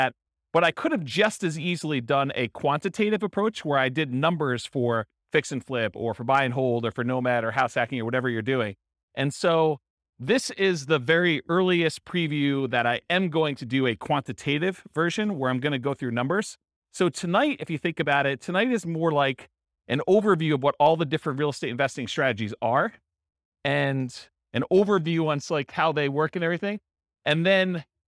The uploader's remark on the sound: Real estate entrepreneurs in Sterling Heights, Michigan. This was a live class recorded.